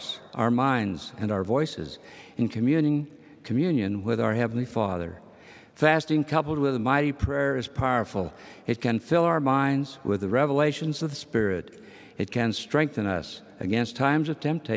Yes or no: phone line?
no